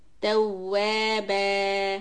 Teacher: So make the wow sound twice and elongate it two counts.